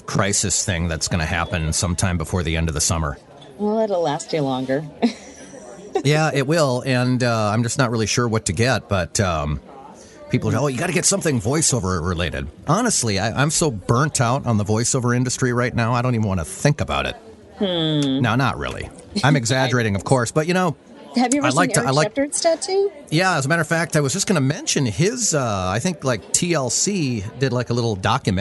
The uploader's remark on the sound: LIVE from V.O.I.C.E. 2012 in Anaheim, CA